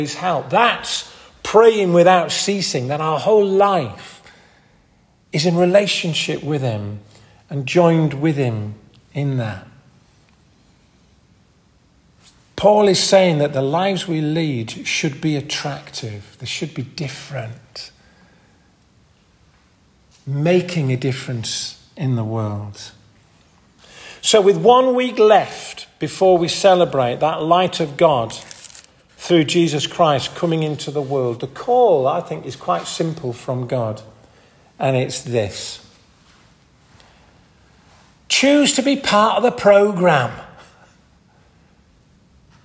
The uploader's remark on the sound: This audio recording was taken at the 10:30 Communion service at Hardraw Church, , North Yorkshire.